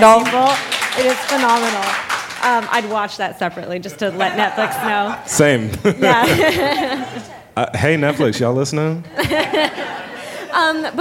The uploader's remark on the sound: Recorded at ATX Television Festival